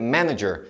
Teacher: in the word manager, the only stressed syllable is the ma in the beginning. In both the other syllables, the vowel sound is a schwa, n and jer.